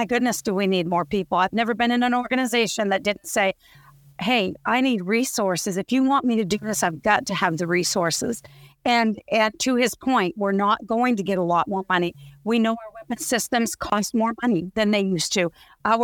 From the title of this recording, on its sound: Tesseract Summit 2023: Senior Leader Panel